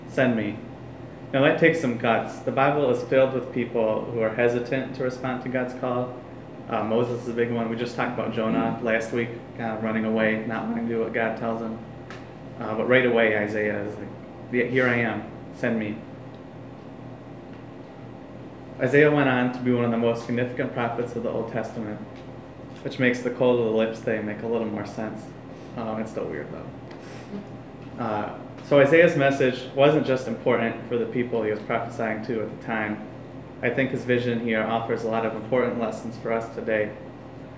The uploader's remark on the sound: Live from Black Cloister Brewing Company